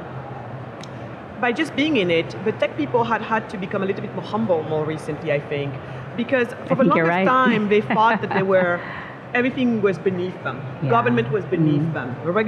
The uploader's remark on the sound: Live from Consensus 2023 in Austin, Texas.